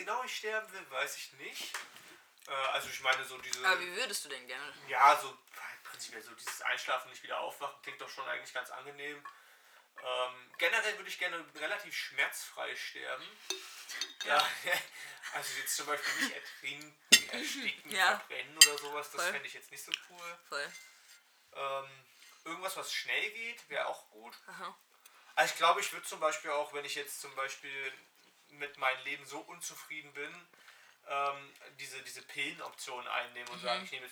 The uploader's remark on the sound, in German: PS: Kopfhörer benutzen, die Audio ist leider etwas leise.